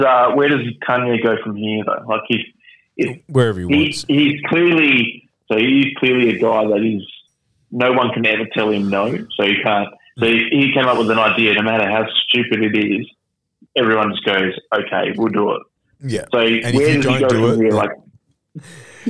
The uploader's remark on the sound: phones in from quarantine